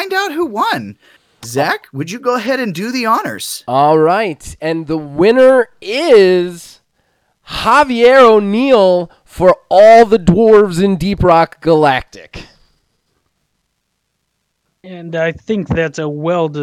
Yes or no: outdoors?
no